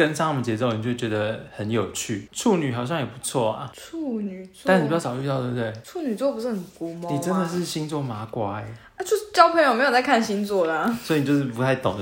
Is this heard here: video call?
no